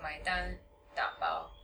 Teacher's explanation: both words are third tone, first tone